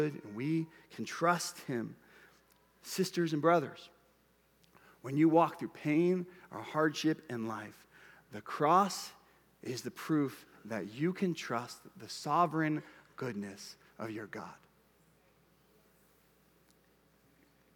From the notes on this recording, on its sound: Preached at Bethel Church, Cedar Lake Campus.